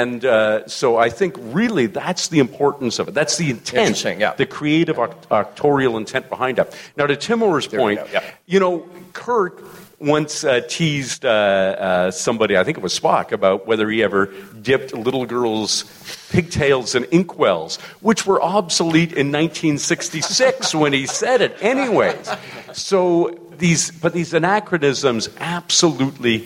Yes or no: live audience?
yes